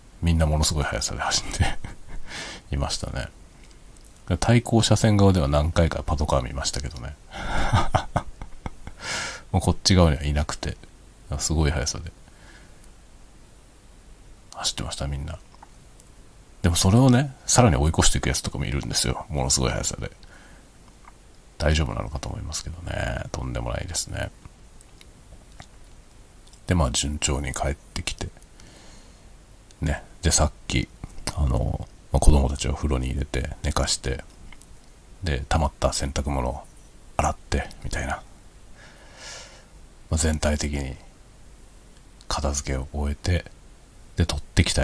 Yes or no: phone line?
no